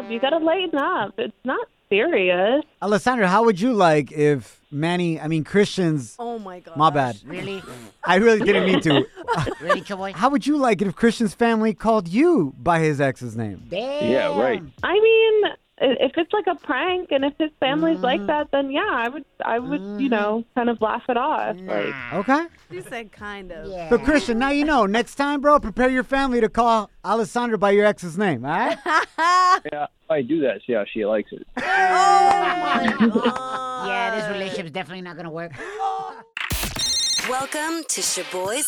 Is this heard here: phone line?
yes